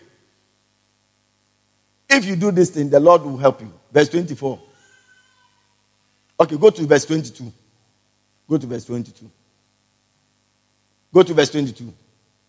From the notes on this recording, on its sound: Preached at the Spiritual Encounter Service